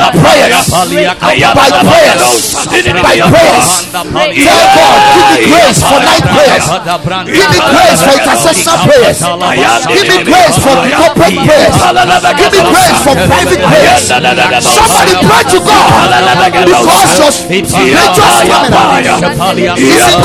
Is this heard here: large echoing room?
yes